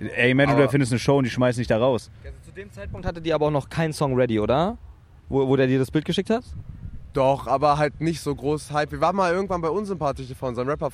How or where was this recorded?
busy venue